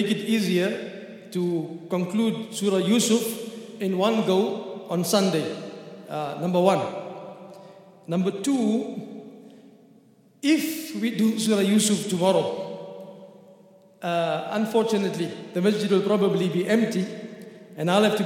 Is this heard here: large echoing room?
yes